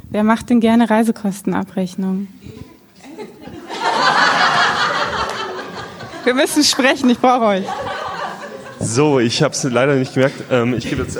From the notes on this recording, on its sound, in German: Die Folge wurde als Live Mitschnitt auf dem ersten Sidepreneur Meetup in München aufgezeichnet.